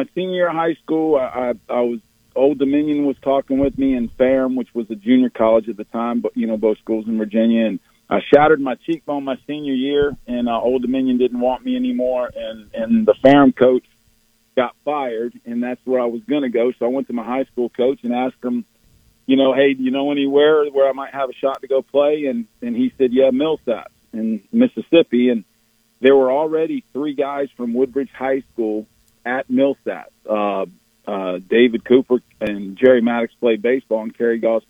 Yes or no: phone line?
yes